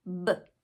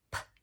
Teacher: So we have p, and the voiced pair is b. Those are formed in the same place in the mouth. It's just one has our voice box on and one has it off. Then we have t is with d, and k is with g.